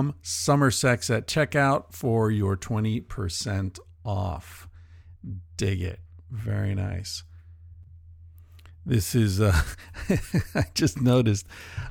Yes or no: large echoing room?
no